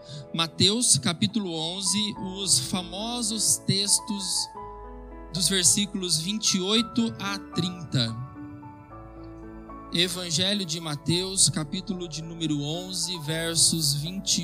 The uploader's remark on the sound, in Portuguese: Gravado em 20/02/2022 na IPB em Santo Anastácio|SP